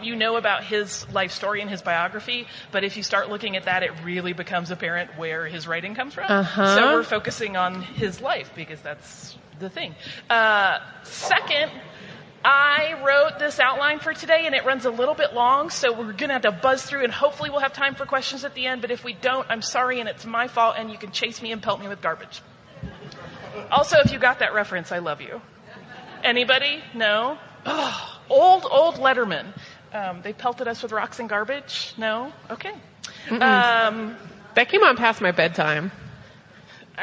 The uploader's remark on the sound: Live From Salt Lake Comic Con FanX